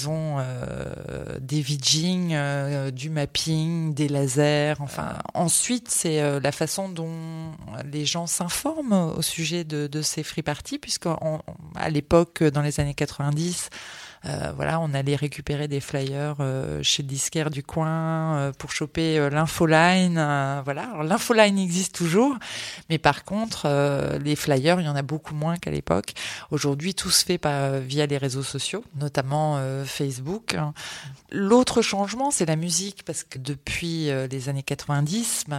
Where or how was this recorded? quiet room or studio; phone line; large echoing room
quiet room or studio